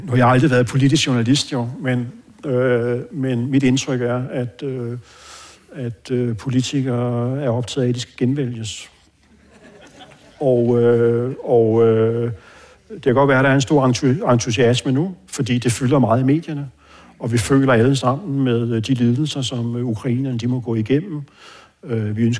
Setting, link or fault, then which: setting, live audience